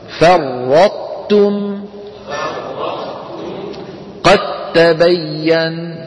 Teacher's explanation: فرطتم، قد تبين، هذا طبعا مو إدغام ناقص، هذا إدغام كامل، أدغمنا الدال في التاء فصار النطق بتاء مشددة